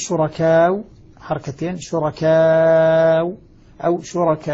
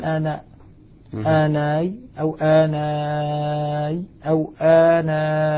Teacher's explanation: أخذت حكم العارض للسكون بحركتين أو أربع أو ست حركات